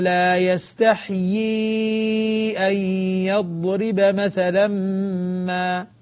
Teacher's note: العلماء يقول هذه هاتان ياءان يجب أن نتمكن من النطق بهما، يقول يستحيي أن، إن الله لا يستحيي أن يضرب مثلا ما. فنلاحظ أن فيها ياءين، الياء الأولى مكسورة والياء الثانية مدية